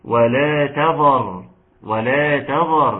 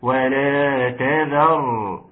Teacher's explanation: طلع اللسان يا جماعة في الذال لازم ناخد بالنا منها عشان يبقى في فرق بين الذال وبين الظا · Shown in: second take